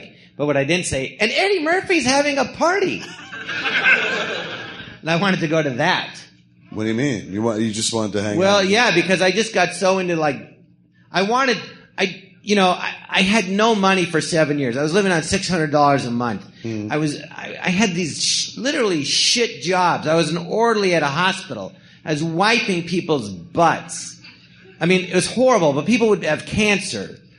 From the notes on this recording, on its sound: Recorded live at the Jon Lovitz Podcast Theatre.